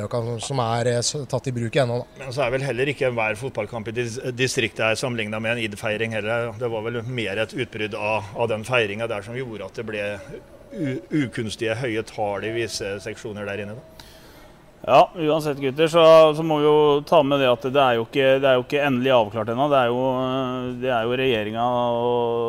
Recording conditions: busy venue